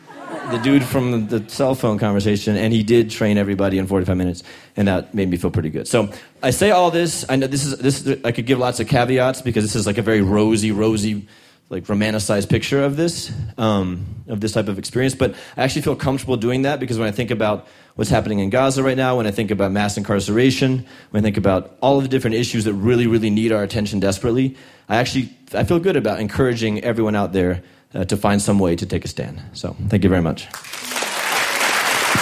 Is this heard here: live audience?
yes